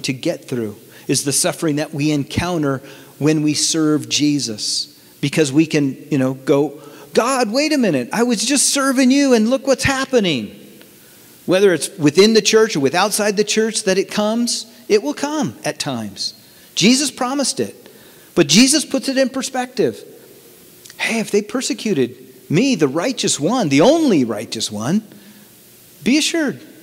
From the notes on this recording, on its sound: From the 2019 Southwest Men's Conference, Stand Firm.